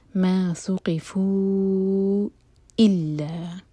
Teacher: حمزہ پر cut off sound آنا چاہیے